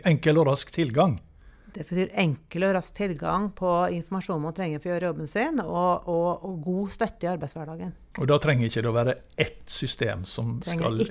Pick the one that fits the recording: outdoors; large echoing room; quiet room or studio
quiet room or studio